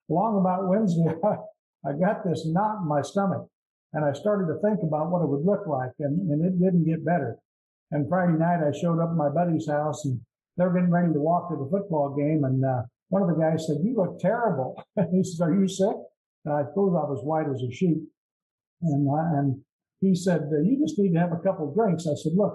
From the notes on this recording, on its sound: at the Broken Elevator zoom meeting held in March of 2022